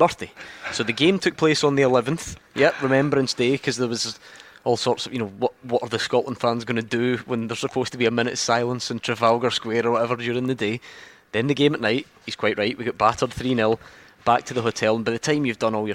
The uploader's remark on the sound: live from Scotland HQ at Drygate Brewery